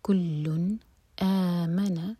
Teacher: کلن، لام پر دمہ کی تنوین بتا رہی ہے کہ یہاں پر ہمیں اظہار کرنا ہے، تنوین کے بعد حمزہ آ رہا ہے. کلن، نون کی آواز کو کلیئر پڑھیں گے اور ہولڈ نہیں کریں گے